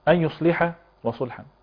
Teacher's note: الصاد الثانية أقوى من الأولى، والأولى فيها رخاوة فيها زمن أطول